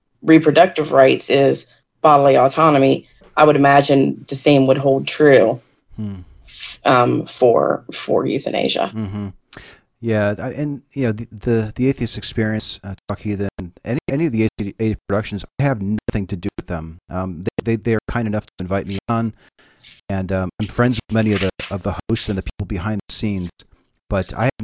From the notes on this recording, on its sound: Location: ACA Discord Server. My apologies for the broken audio. I was unaware of the issue until after the event concluded. Recorded and Edited w/PowerDirector.